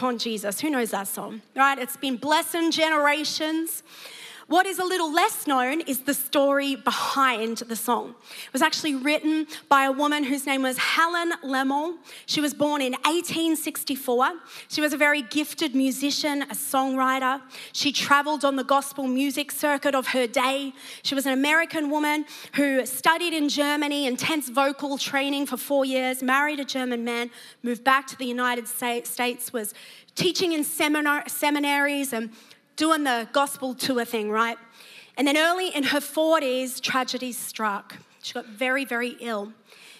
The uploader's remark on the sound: preached at Neuma Church Melbourne City Location